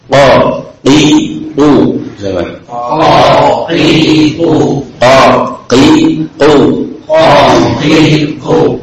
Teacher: Nah, ini huruf qaf yang keluar dari aqsal al-lisan.